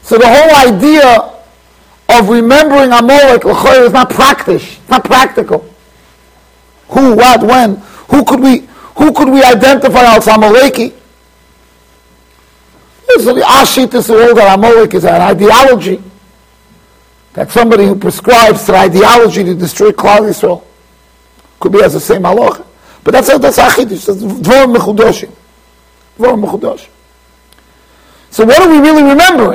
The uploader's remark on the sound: Shiur recorded in Yeshivas Ohr Reuven, Monsey NY.